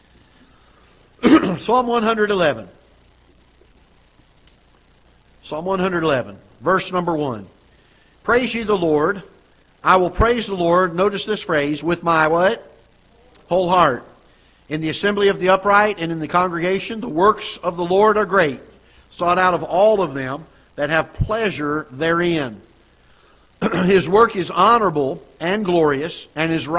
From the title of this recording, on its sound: Ketha Heights Baptist Church ~ Live Broadcast